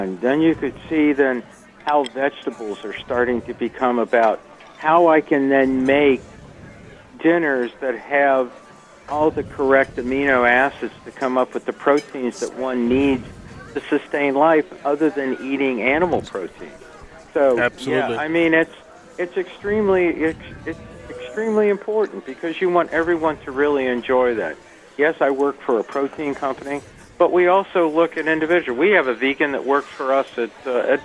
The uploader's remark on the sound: The Modern Eater Show Live from Grind Kitchen and Watering Hole for a Butterball dinner!